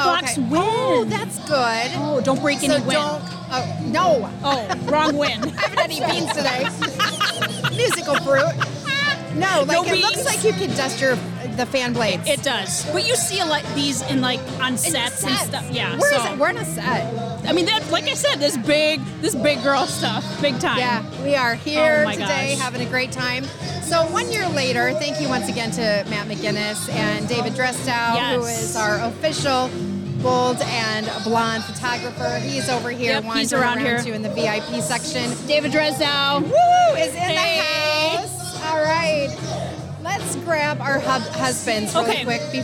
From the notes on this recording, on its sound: On this episode we podcast live from Elkhorn Ribfest!